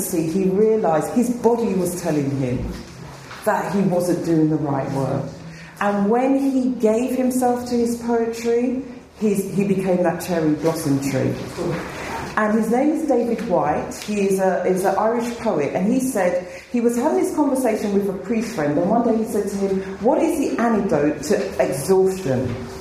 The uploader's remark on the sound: Spoke at the 2013 BAATN conference.